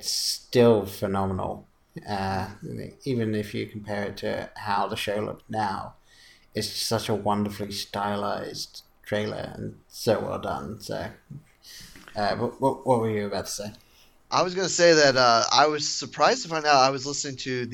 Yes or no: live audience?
no